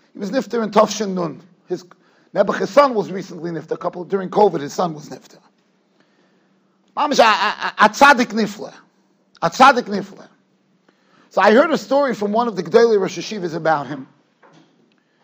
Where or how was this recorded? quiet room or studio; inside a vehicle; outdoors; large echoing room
large echoing room